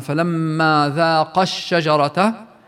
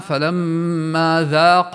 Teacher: هناك أحرف في القرآن الكريم قد تنطق في حالات ولا تنطق في حالات أخرى، كمثل ألف التثنية في كلمة ذاقا في قوله سبحانه فلما ذاق الشجرة، فهي تحذف وصلا مثل ما قرأناها فلما ذاق الشجرة، تحذف وصلا هذه الألف وتثبت وقفا، فنقول وقفا عليها فلما ذاق بمد طبيعي حركتين وجوبا، أما وصلا فتحذف الألف بسبب التقاء الساكنين ونقول فلما ذاق الشجرة ما سمعناش ألف.